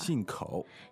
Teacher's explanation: That's fourth tone, third tone.